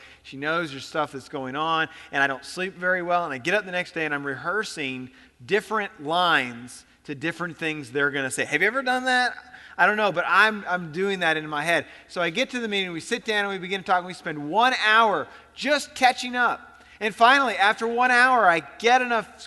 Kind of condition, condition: setting, large echoing room